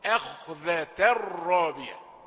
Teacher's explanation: التنوين ما يظهرش، ده أدغم في الراء